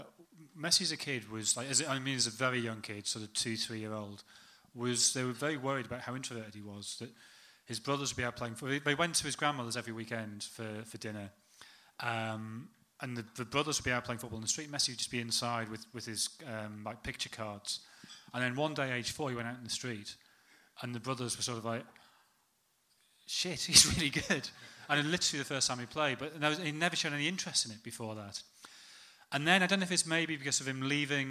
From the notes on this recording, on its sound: Our Q&A event at Dublin’s Sugar Club held on Monday 24th April. The first half of our Q&A event at Dublin’s Sugar Club.